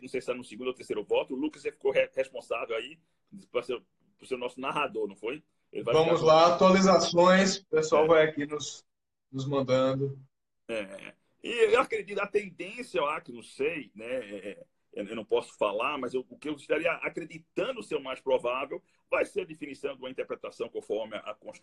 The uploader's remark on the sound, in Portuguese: Live no instagram